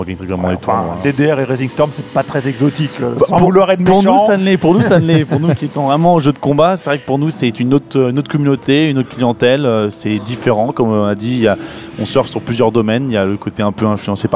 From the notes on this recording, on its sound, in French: Entrez dans ce podcast enregistré dans la folie d'un rassemblement de canards ! J'ai pu jouer les ingénieurs son.